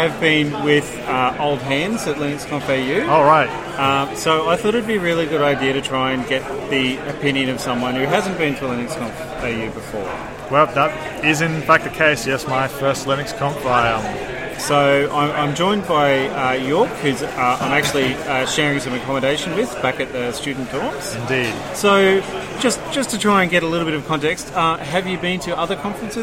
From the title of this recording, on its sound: linux.conf.au 2017: First timers interviews